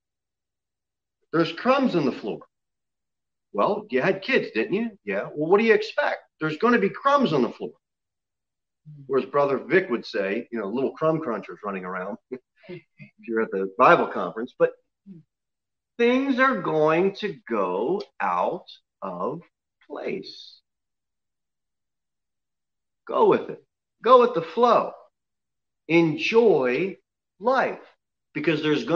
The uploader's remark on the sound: Sermon delivered at Pilgrim Baptist Church on Sunday, May 9, 2021, at 11:15 am.